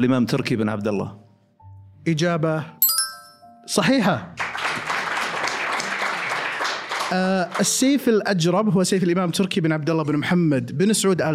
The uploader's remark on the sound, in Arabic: هذه الحلقة سُجلت أمام الجمهور